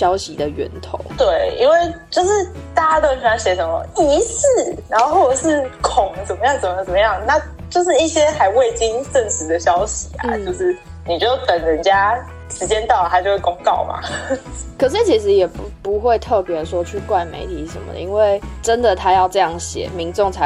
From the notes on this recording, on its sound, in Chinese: 雖然一個把自己關在宿舍，一個關在家。這次的連線錄音。